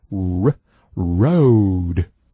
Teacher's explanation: r 舌尖在后面，相对来讲的后面，往里卷，卷舌音发 road